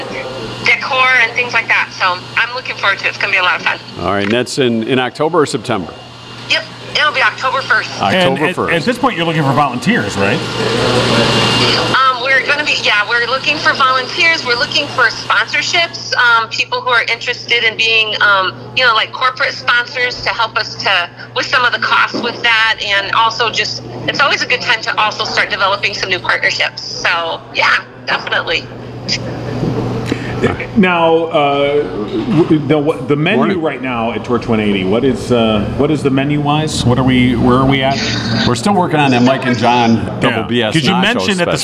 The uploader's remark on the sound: We continue the Summer Splash Party on location at Uptown Coffeehouse in Downtown Howell with espresso shots for everyone!